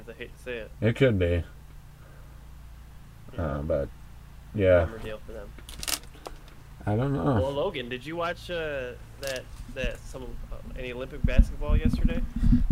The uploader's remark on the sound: The audio levels are slightly off I do apologize.